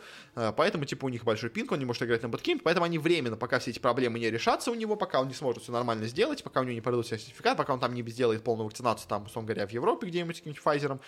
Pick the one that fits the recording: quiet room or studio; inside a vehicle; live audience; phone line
quiet room or studio